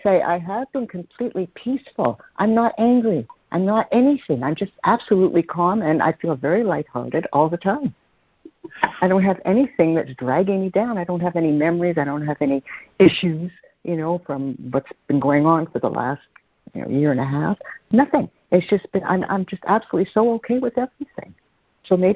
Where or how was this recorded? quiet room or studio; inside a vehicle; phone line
phone line